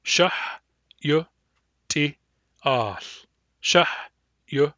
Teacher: The first three syllables all contain short vowels. The last syllable contains a long vowel. Therefore, the rhythm of the word is short, short, short, long.